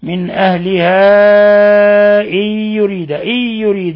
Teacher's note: حرف مد جاء بعده الهمزة مد منفصل يمد من 4 إلى 5 حركات